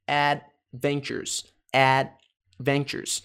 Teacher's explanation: Esse D de adventures é mudo.